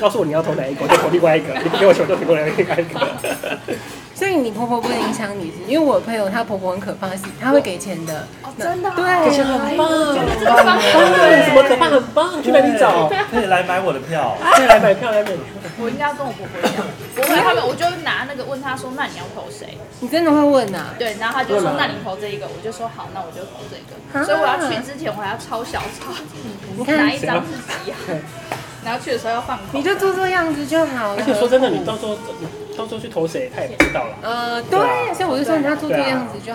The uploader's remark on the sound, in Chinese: Lane 72 Bistro 英式餐酒館。本集首次嘗試在餐酒館內錄音。